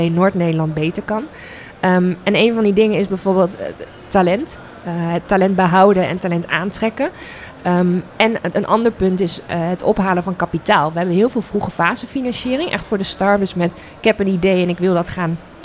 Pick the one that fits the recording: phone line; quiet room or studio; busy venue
busy venue